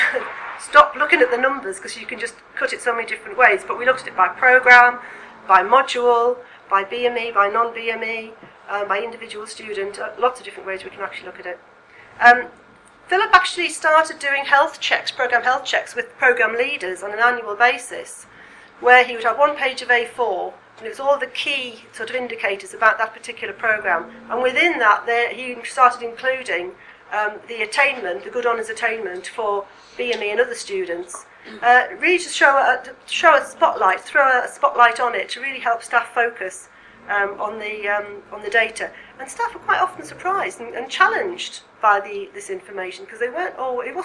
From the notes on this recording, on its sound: speaks at the SRHE Student Experience Network seminar